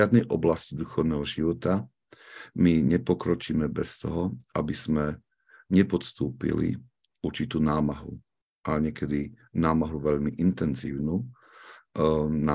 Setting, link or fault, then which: link, video call